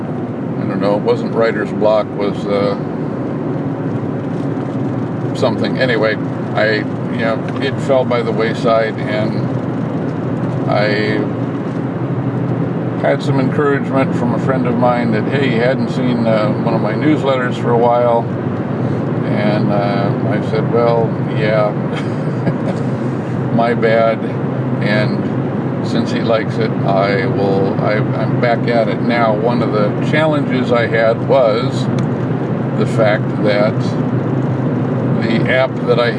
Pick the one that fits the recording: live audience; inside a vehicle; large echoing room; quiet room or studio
inside a vehicle